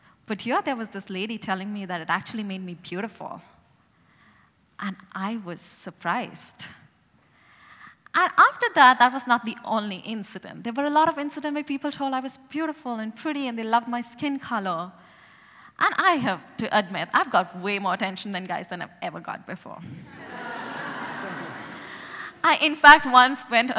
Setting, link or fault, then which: setting, live audience